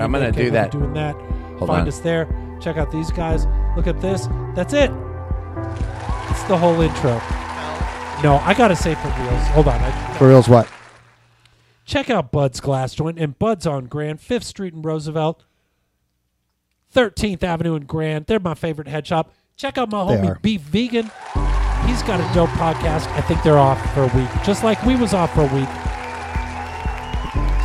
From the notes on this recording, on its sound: Filmed in front of a live Studio Audience